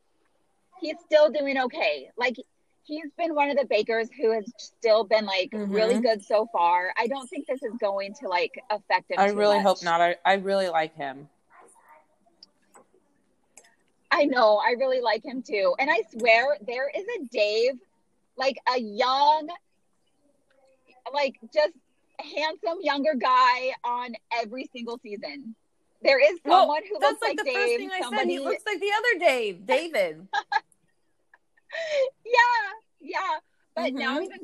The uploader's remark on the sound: This episode has lots of technical difficulties. Dialogue is overlapping and not matching up at all!